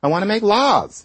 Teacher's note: you realize that that aw is changing to an ah